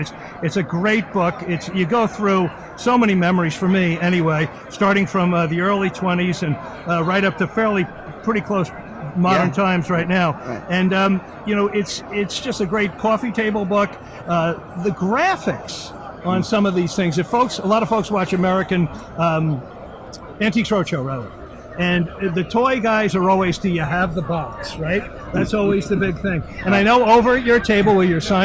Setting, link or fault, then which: setting, busy venue